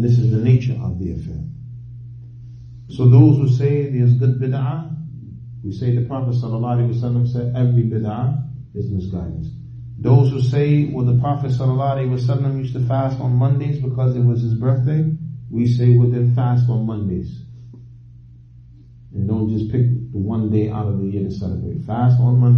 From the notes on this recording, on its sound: Lecture given at Masjid Nur Allah, Queens, NY